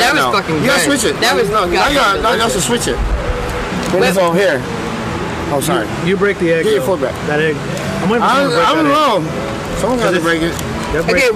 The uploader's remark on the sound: We were live at Truck Yard Houston in edo TX. We were live at Truck Yard Houston in edo TX chatting it up and eating bomb ass food.